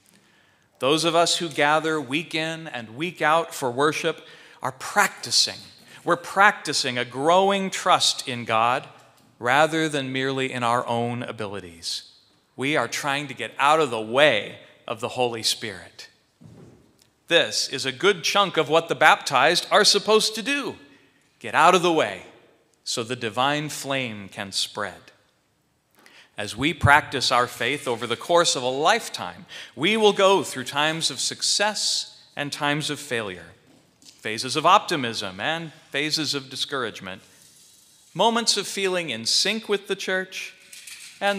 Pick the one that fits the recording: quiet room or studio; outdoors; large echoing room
large echoing room